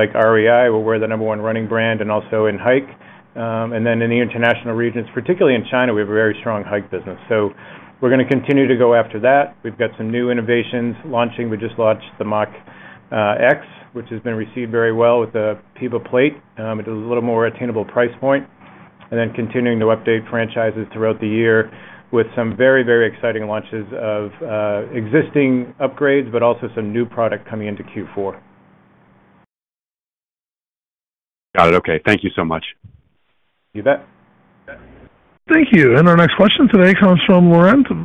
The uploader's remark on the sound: Q1 2024 Earnings Conference Call of Deckers Brands.